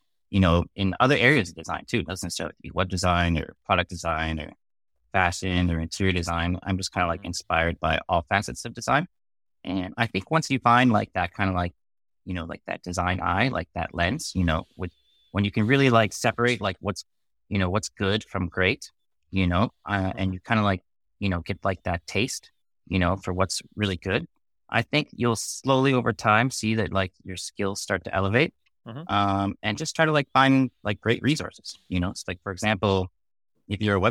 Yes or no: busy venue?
no